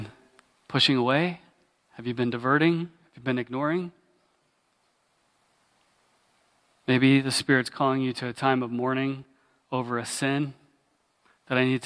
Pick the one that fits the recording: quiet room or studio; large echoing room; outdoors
large echoing room